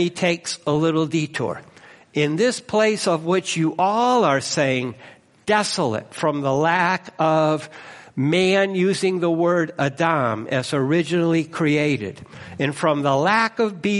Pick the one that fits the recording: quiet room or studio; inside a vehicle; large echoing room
large echoing room